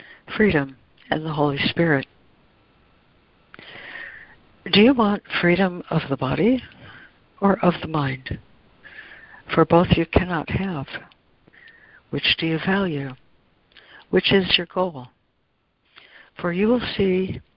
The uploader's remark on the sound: ACIM Daily Conference Call